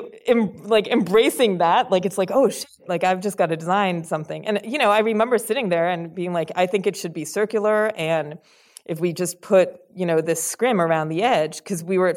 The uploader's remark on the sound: in a Q&A at the DGA theater in Los Angeles.